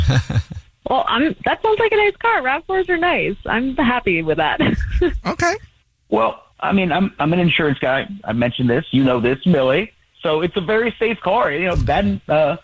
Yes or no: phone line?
yes